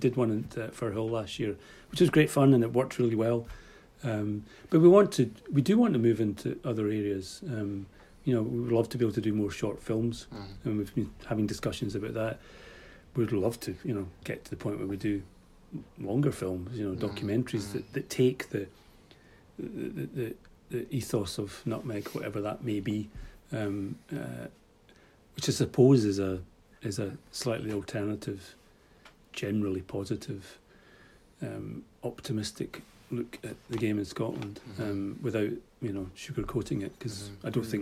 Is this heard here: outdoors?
no